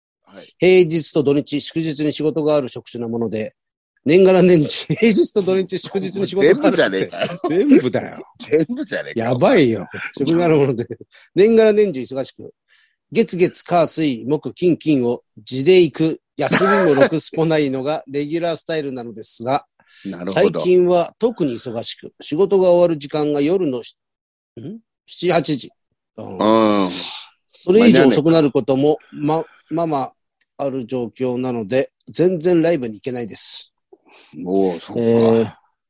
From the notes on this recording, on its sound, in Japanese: ZOOMで収録